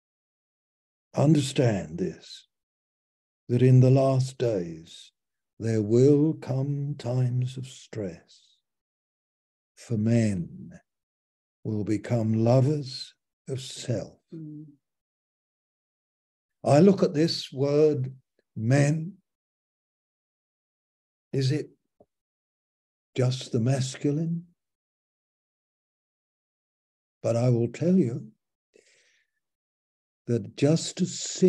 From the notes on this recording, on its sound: Malaysia Meets (Zoom).